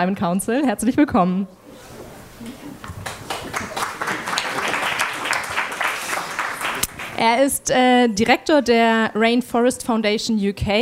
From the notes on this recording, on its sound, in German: Panel zur Tagung «Vom Aussterben bedroht?».